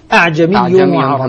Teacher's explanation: قرأ هشام بإسقاط همزتها الأولى وتحقيق الثانية. قالوا لولا فصلت آياته أعجمي وعربي بهمزة واحدة.